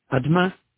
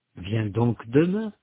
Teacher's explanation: Vous remarquez que le mot « demain » n'est pas prononcé de la même façon dans les deux cas. Dans le premier, le « e » n'est pas prononcé. Dans le deuxième, il est prononcé. · Term: E instable